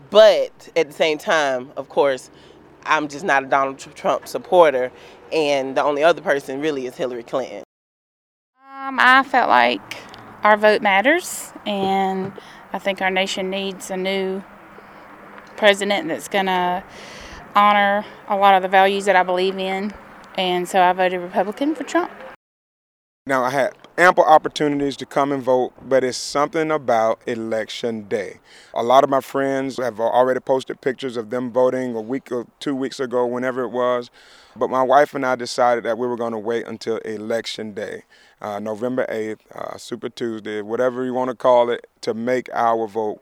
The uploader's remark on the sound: On Election Day 2016, WRGC is featuring man and woman on the street interviews with Baldwin County voters. Election Day interviews recorded at the Hardwick and East Baldwin precincts.